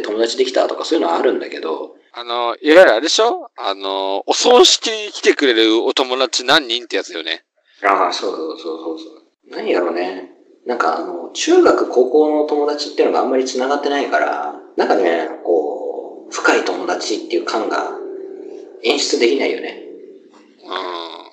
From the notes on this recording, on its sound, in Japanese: 録音技術と編集技術が後退したのか聞きづらいのは許してくださいな